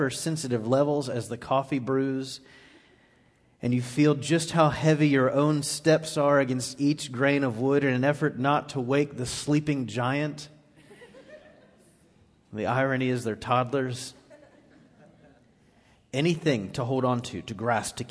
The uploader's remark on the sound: Recorded live on 10/14/18 at The Fellowship.